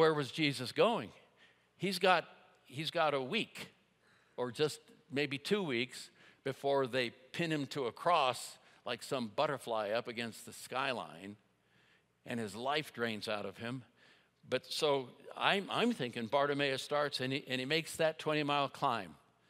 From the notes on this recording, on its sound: At Timberline Church - Audio.